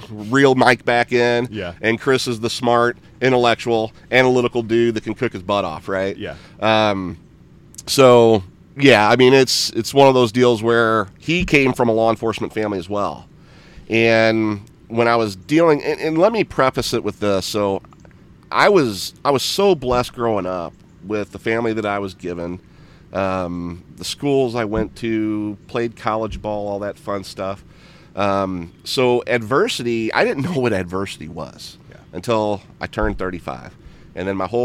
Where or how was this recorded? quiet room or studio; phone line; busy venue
busy venue